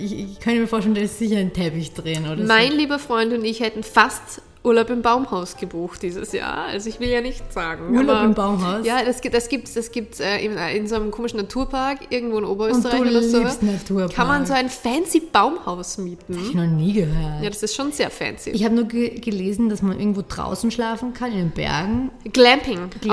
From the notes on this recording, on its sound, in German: Der Sound ist dank Umzug etwas hallig aber daran wird gearbeitet!